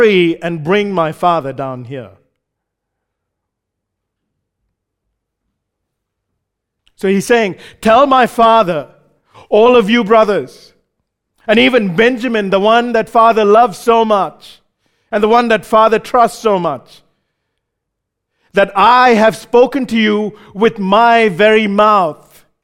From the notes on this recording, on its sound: recorded live at Grace Community Bible Church